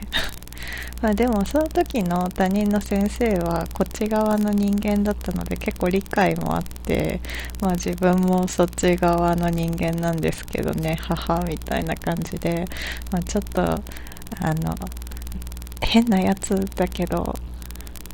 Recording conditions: background noise